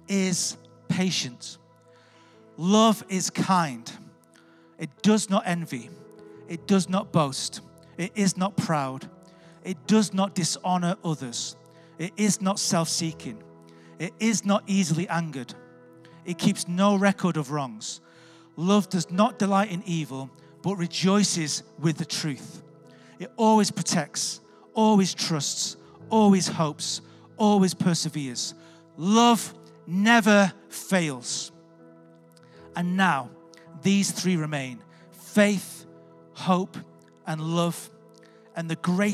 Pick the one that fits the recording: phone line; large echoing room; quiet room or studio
large echoing room